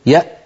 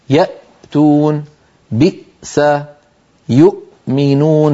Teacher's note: لما نقول يأ فإن الوترين الصوتيين يلتحمان ويلتصقان وينقفل المخرج تماما. جربوا إن شئتم: يأتون، بئس، يؤمنون، فنجد بأن المخرج قد انقفل تماما عند نطقنا للهمزة الساكنة.